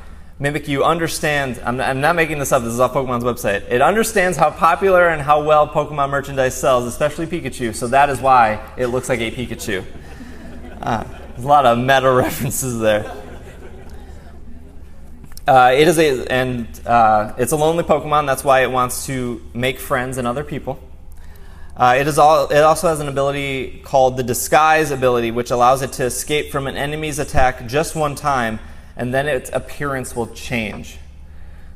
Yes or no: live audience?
yes